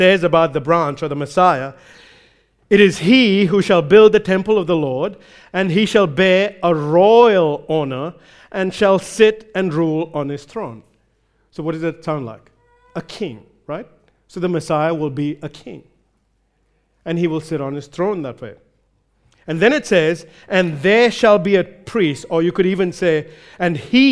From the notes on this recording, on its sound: recorded live at Grace Community Bible Church